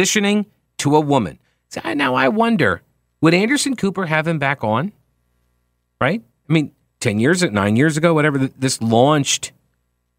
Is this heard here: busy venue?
no